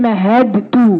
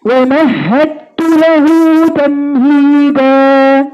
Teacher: الدال دخلت جوه التاء بقت حرف واحد، هي تاء · Shown in: second take